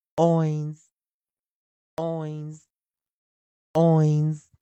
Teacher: y l l 是 approximate，在结尾的时候怎么？好，那这一堂课还是一样，在我们的，所以我们把后面的 L 拿掉，把它改成 N，在勾搭这个地方啊，尾音这地方改成 N，发出 Oin，Oin，我们 N 要念，嗯，Oin，Oin，Oin。好，那前面 O I 它是一个 Parallel 对元，同时也是双元音，发出长元音啊，Y N 的地方，我们只找到了一个配合的复数型电话，没有看到一点。啊，这时候我们要念 O NS，那后面的 S 要浊化念法哦，要发出有声的 S，浊化 S 就是发音为日，O NS，O NS，O NS。